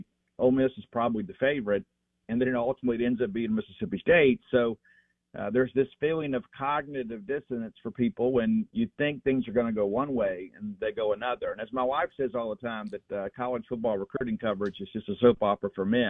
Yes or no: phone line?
yes